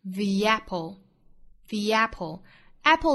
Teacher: apple 单词尾部有舌侧音 a，在跟后面的元音做连读呢带出小的 l。